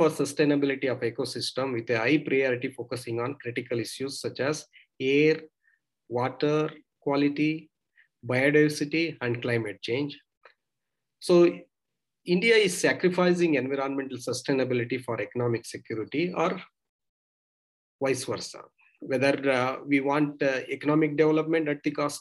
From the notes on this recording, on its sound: Zoom and Facebook Live